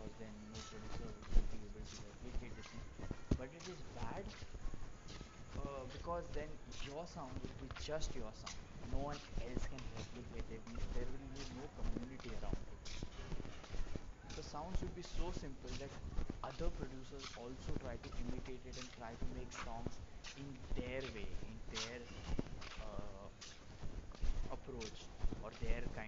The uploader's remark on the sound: sorry for the bad quality in this episode as i didnt place my mic properly and hence resulted in very bad audio quality